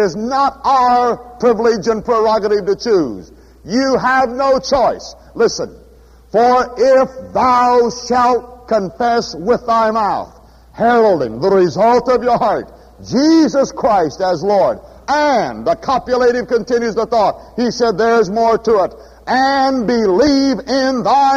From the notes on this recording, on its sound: At Houston's First Baptist Church, Houston, Texas.